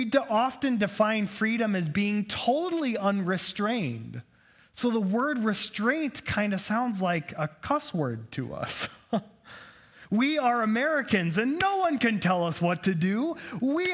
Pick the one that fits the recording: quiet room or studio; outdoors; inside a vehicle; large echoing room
large echoing room